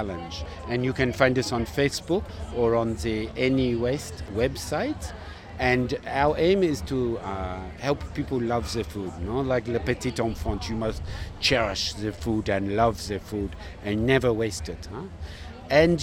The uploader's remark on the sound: Lismore hosted it's inaugural Eat The Street food festival extravaganza on a perfect Shire Day so of course I had to take my microphone